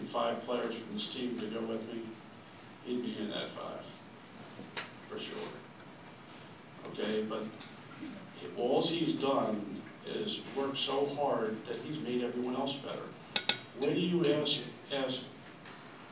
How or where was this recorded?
busy venue